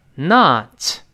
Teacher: not 嗯，是美式发音，发啊的声音